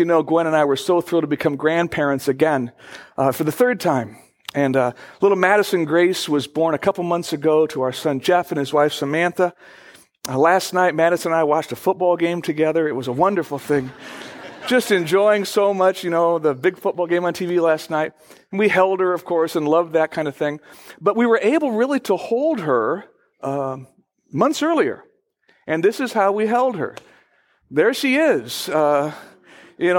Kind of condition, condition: setting, large echoing room